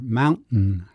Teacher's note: not only do we eliminate the T in Cache Valley, mountain, we have a little hiccup there, mountain. And she called that a glottal stop.